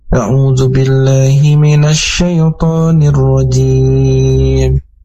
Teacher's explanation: Di kata syai itu tidak panjang, jadi tidak boleh syaiton.